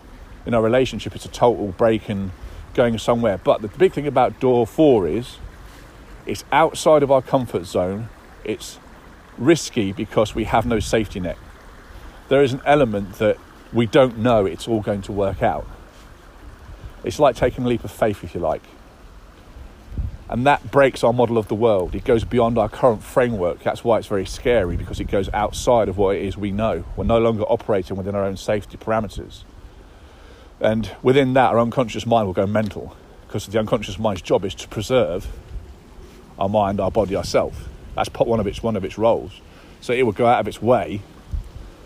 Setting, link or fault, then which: fault, phone or laptop microphone